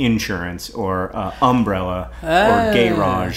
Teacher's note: puts the emphasis on the first syllable, no matter what, like insurance or umbrella or garage